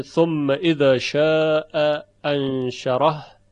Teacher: و در ارتباط با دو همزه بیان شد که اگر دو همزه مفتوح باشند مانند ثم اذا شاء انشره، که در روایت قالون یکی از همزه ها ساقط میشه